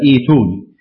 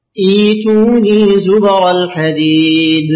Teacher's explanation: يبتدئ بهمزة وصل مكسورة وإبدال الهمزة الساكنة هي هكذا إيتوني.